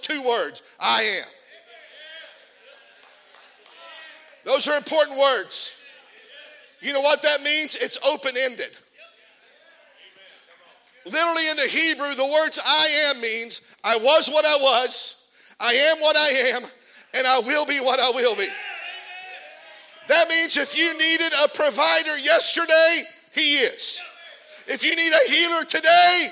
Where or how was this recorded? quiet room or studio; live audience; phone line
live audience